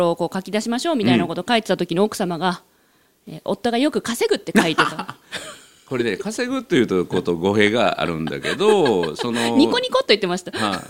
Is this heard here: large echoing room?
no